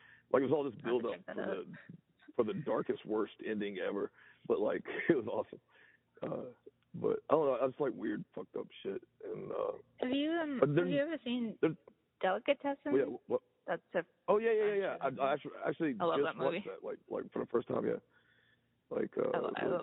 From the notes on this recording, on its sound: Answered the Groovy Ghoul podcast phone call.